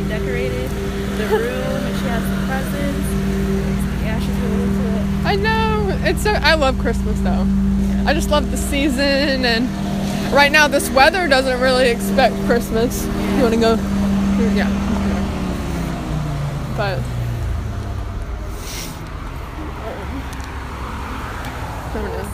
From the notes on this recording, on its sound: walking around the GCSU campus